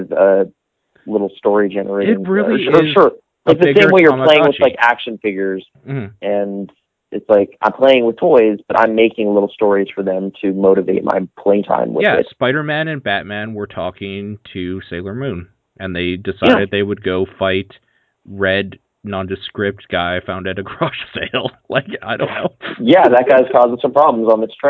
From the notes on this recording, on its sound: The whole podcast is recorded old school over THE PHONE! Where most podcasts might call this a lack of sound quality. We apologize if it’s hard to listen to because of this.